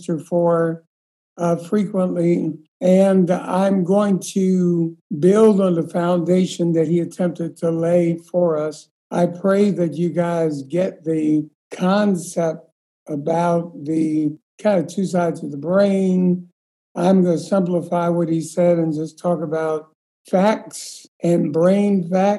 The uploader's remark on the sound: This episode was taken from a Zoom call on May 29, 2020